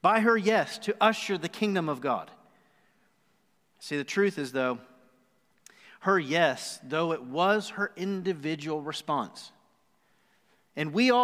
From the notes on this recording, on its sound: Recorded live on December 6, 2020 at The Fellowship at Two Rivers.